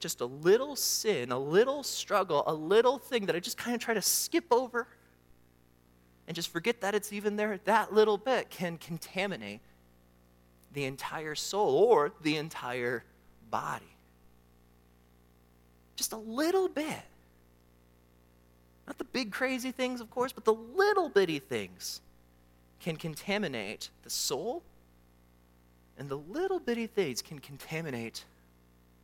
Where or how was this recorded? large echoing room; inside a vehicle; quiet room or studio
large echoing room